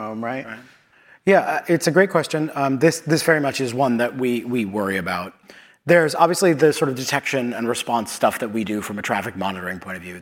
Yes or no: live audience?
yes